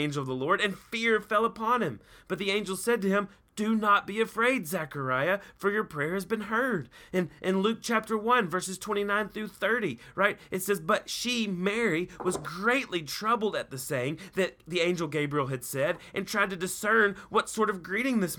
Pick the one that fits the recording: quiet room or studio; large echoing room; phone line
quiet room or studio